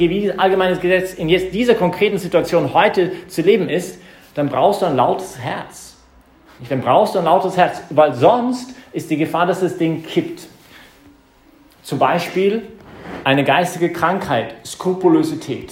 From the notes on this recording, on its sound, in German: Das ist die Predigt, die ich heute Abend bei der YP Messe im Zentrum Johannes Paul II.